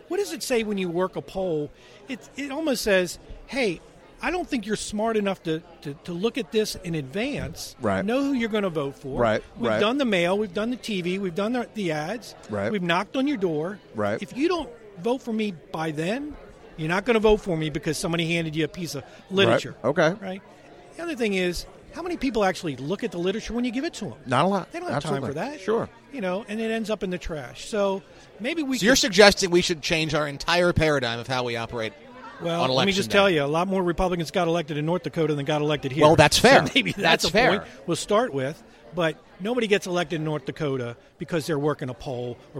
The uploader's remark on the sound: Red Maryland Radio Special from the 2018 MDGOP Fall Convention. Includes additional content not included in the Red Maryland live video feed of the event!